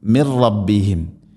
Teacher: സാക്കിന നൂന് ശേഷം റാ വന്നാൽ ഇദ്ഗാം ബിലാഗുന, മണിക്കാതെ കൂട്ടി ലയിപ്പിക്കണം. മിൻ റബ്ബിഹിം എന്നല്ല പറയുക, മിർ റബ്ബിഹിം.